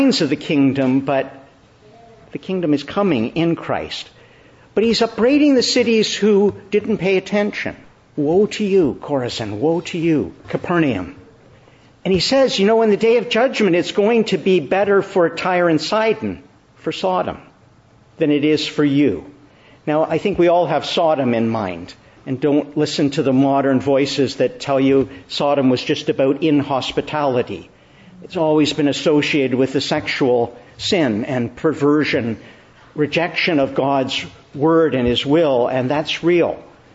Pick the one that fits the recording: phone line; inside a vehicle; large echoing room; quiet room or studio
large echoing room